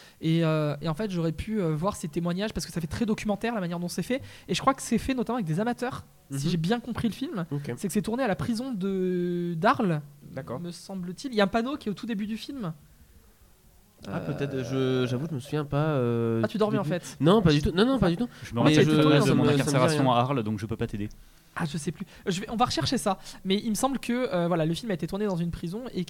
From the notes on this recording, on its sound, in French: Du 31 janvier au 05 février, Kolibri est en direct du Festival International du Court Métrage à Clermont-Ferrand.